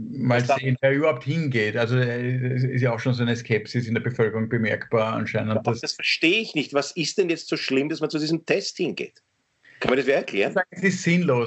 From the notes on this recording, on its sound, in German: Aufzeichnung einer Skype Session. Weil das aktuell nicht möglich ist, finden sie ihr Publikum, indem sie einander via Skype am Abend beim Reden zusehen.